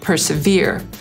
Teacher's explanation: Amerykanie też zaakcentują trzecią sylabę, ale nie pominą w wymowie żadnej litery R